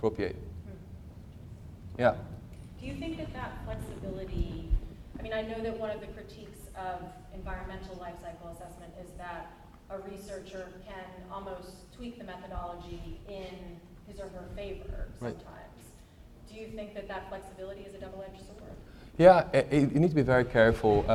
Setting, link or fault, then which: setting, live audience